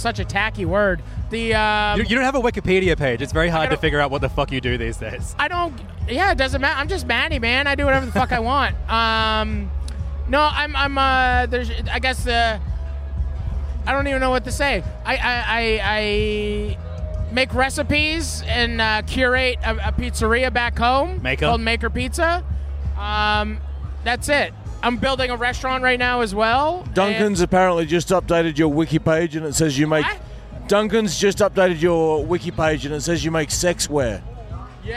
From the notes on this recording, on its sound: In Sydney for the Beer and BBQ Festival. Carted his setup to the festival. Behind a makeshift kitchen in the loudest part of a food and music festival, surrounded by drunk chefs who kept stealing the microphones.